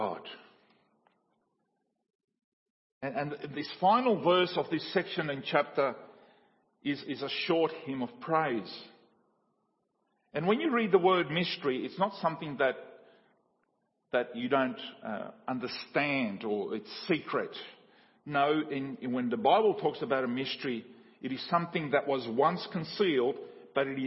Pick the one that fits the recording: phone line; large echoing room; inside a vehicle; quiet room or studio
large echoing room